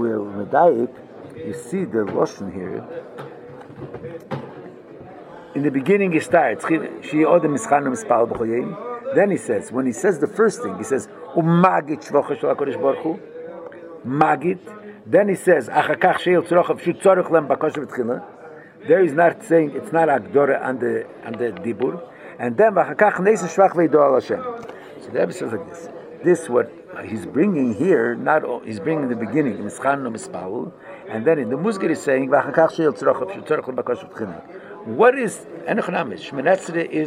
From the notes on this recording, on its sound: Live Shiur